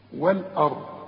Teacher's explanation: خد بالك، أنا قلت لك قبل كده كل أراضي القرآن، ما دام أقول والأرض، الهمزة لازم أرققها، أقول وال، أقول والآ، اللام رققها والهمزة رققها، وفخم الراء